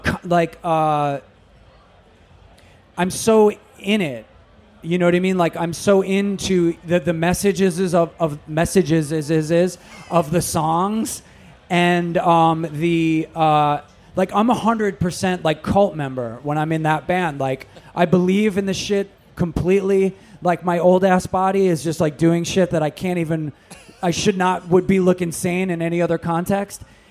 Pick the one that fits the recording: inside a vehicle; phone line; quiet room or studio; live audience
live audience